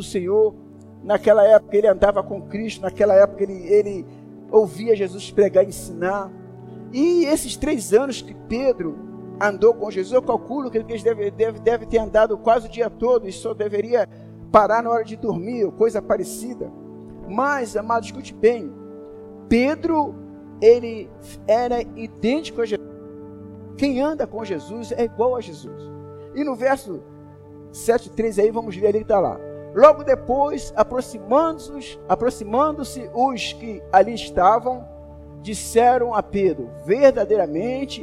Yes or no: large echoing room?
yes